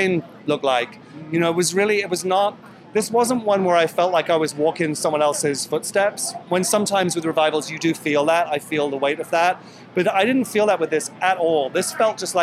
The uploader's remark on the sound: Opening Night Red Carpet Interviews. Join me live on the red carpet for the opening night of The Music Man!